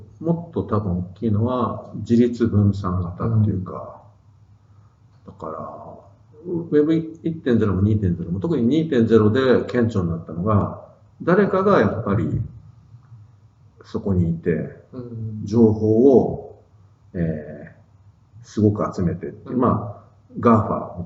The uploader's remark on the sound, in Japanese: 旧マイクで音声ややわるいです